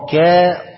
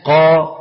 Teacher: قا كا قا لان في الكاف والقاف بيطلعوا منين اقصى اللسان القاف والكاف بيطلعوا من اقصى اللسان وهما الاثنين بس الكاف من اسفل والقاف من ايه اعلى